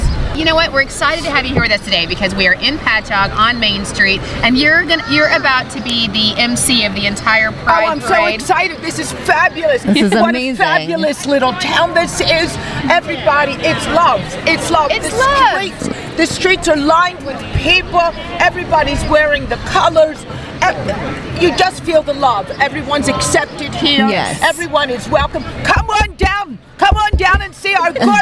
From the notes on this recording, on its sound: On Location at the First Annual Patchogue Pride Parade.